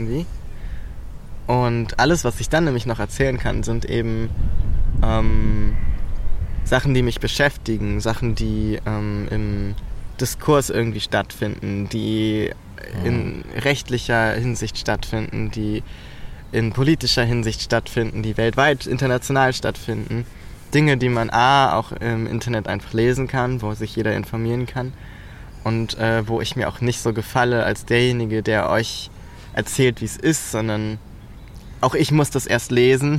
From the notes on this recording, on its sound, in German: Diese Freilandfolge wurde zudem unter besten Zuchtbedingungen mitten im Volkspark Rehberge aufgezeichnet.